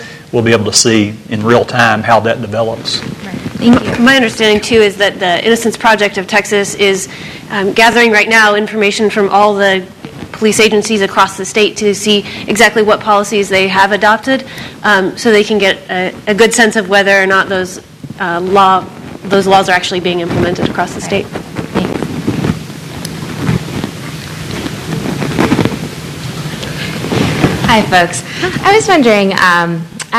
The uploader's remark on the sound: A panel of four. Panel at The Texas Tribune Festival.